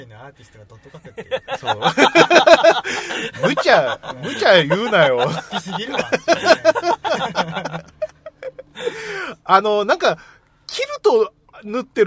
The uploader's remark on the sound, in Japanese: 南千住某セブンイレブンの駐車場スタジオで車中収録でした！